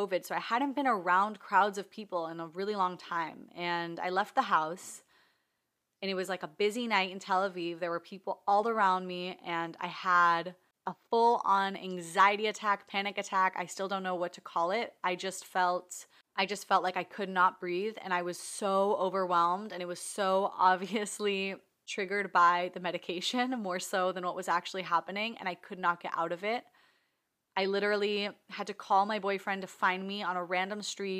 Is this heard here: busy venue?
no